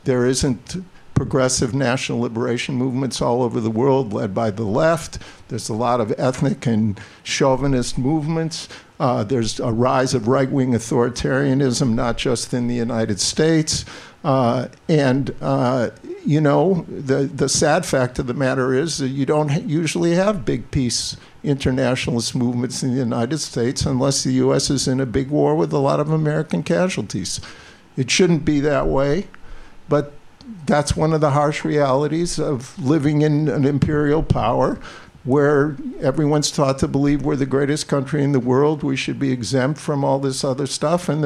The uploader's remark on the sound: In the second live episode of The Bitchuation Room